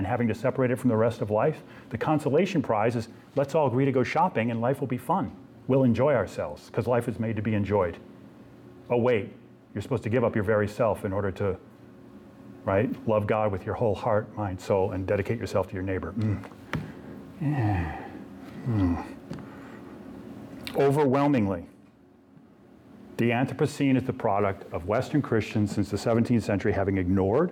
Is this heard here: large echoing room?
yes